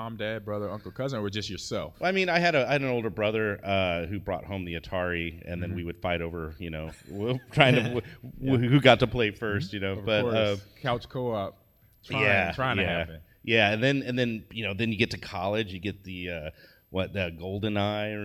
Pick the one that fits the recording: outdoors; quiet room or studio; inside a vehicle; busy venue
busy venue